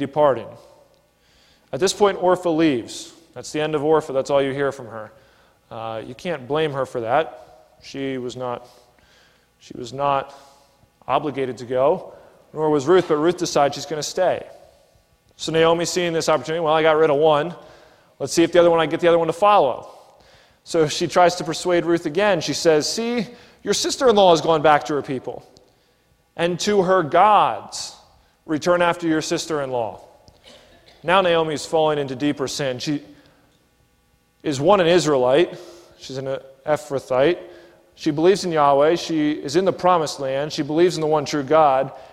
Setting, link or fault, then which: setting, large echoing room